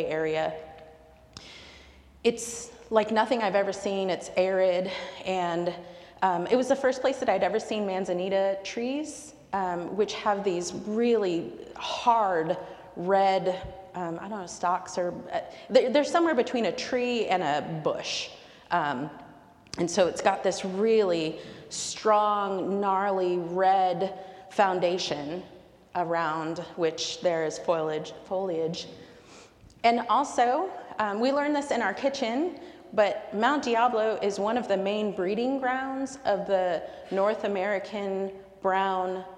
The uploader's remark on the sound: recorded live at the 10:00am service on Sunday, February 11, 2024.